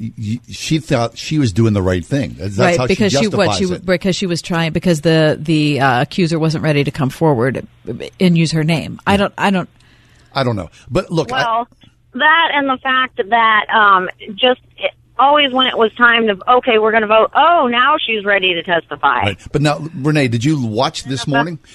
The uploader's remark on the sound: Take phone calls from our listeners.